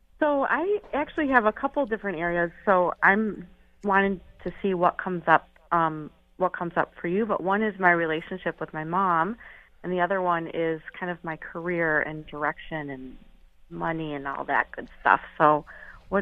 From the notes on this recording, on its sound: Open Call-In Show Day!